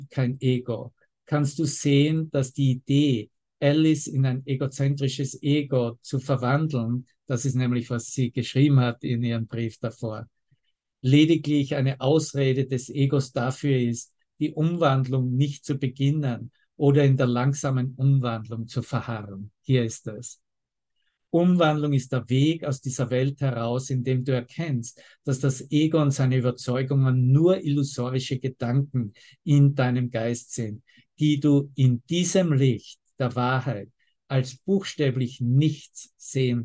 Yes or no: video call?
yes